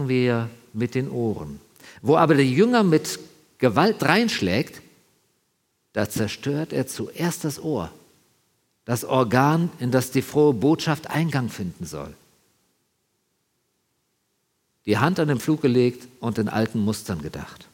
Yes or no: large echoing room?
yes